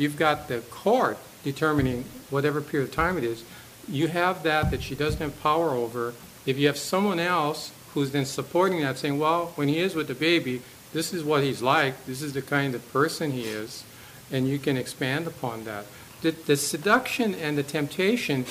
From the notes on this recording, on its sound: A live recording from a Father Matters mens support group.